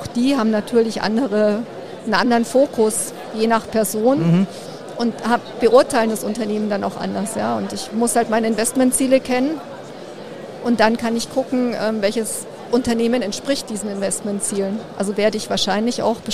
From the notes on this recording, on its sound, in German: Diesmal live vom Börsentag Hamburg